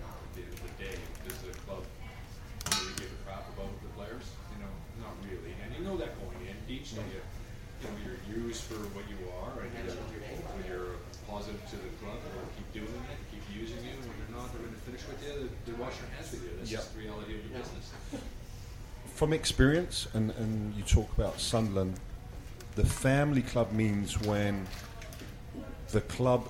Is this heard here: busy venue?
yes